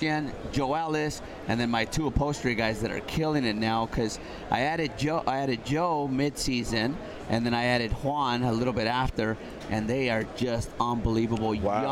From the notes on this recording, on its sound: UNIQUE RADIO’S SPECIAL COVERAGE OF SEMA 2017 LIVE FROM THE ORAFOL BOOTH